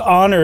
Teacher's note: it's like it starts with an O, like the H is silent almost. Right, like you're from England and Henry Higgins is speaking to you.